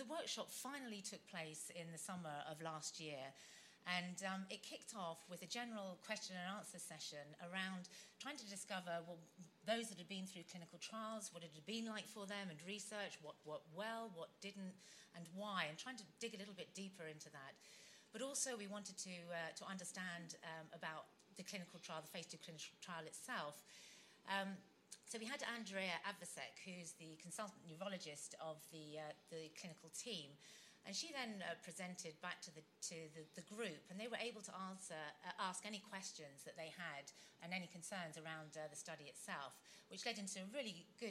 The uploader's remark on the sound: hear a case study from the 2019 Patients as Partners EU conference